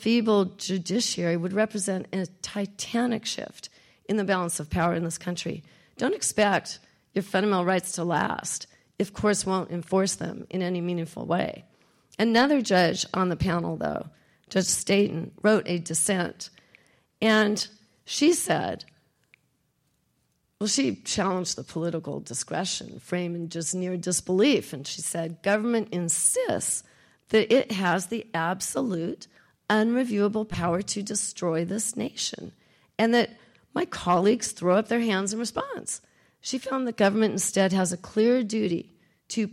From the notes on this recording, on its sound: Recorded at the University of Oregon.